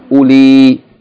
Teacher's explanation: The second word, uli, is actually pronounced, even though there's a wow there, it's pronounced as though it's just hamza with dhamma without the wow. Uli, as a short vowel and then a long vowel.